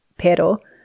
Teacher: the R sound that the trill contrasts with is just a single tap. So instead of a kind of repeated tapping motion, it's just that single pero.